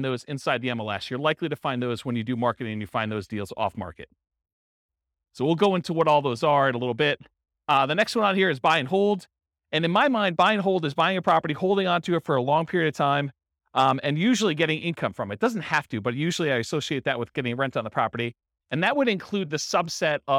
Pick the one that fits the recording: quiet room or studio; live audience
live audience